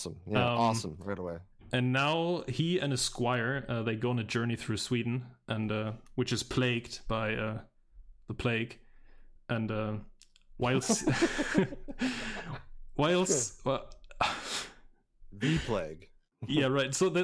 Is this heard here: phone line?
no